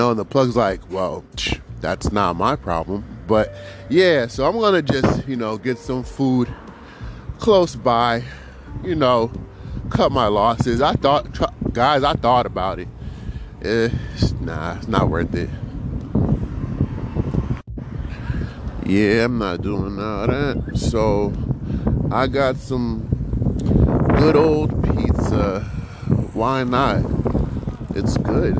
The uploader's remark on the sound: Outside real quick. Quick outside gang walk.